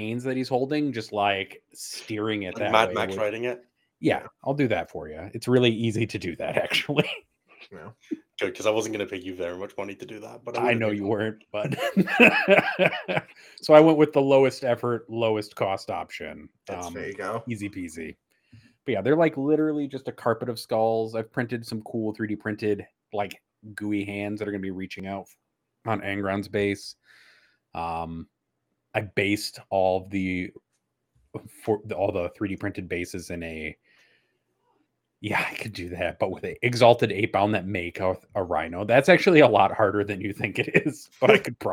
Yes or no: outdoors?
no